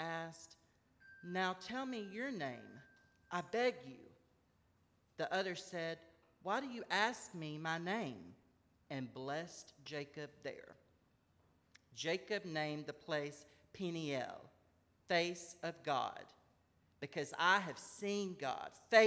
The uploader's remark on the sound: at Northminster Church on October 20, 2019